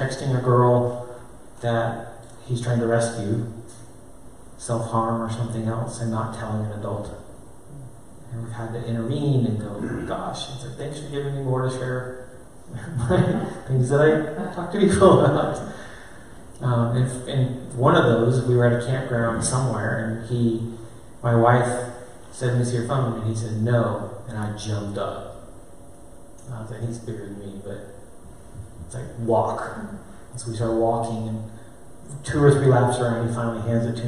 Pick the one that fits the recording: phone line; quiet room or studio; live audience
live audience